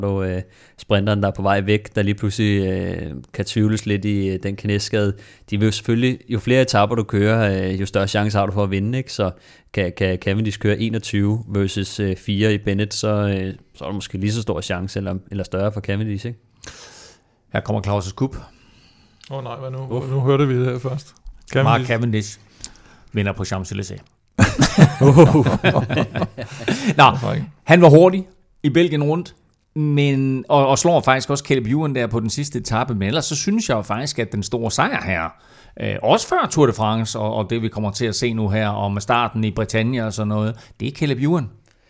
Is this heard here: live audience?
no